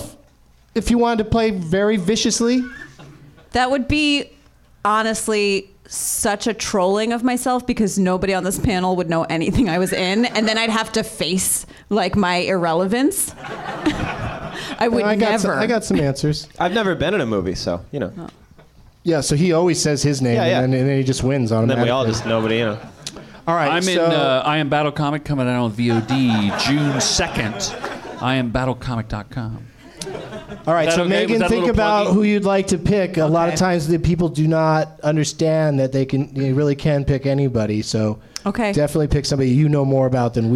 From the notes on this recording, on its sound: Live from the Nerdmelt Showroom in Hollywood